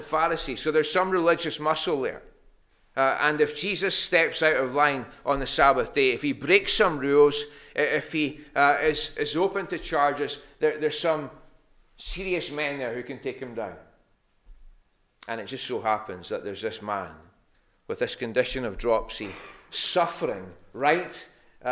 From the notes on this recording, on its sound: recorded Sunday morning 3rd October 2021 at North Harris Free Church